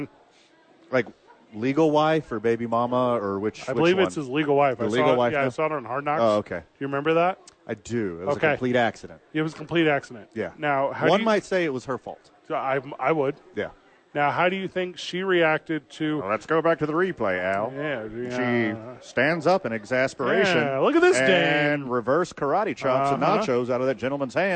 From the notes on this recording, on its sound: live at Sadies